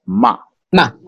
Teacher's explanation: fourth tone, it falls flat on its face. It's like you're pissed at someone.